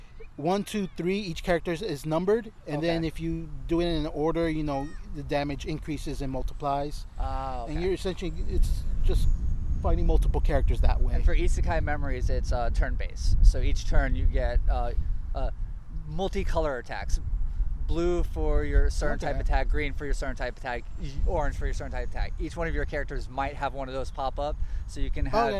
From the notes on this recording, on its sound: Met up to record a new episode at El Dorado Park.